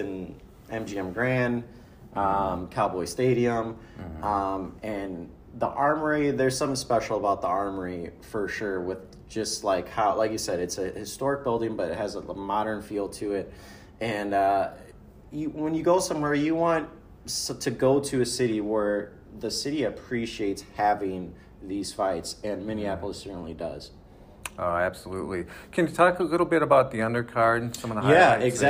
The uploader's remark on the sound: At a Friday morning press conference in Minneapolis. Press Conference and Interviews. This special edition of the podcast offers highlights from the presser and one-on-one interviews.